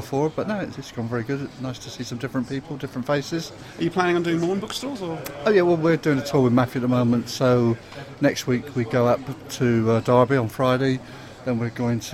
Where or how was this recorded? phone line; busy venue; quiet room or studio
busy venue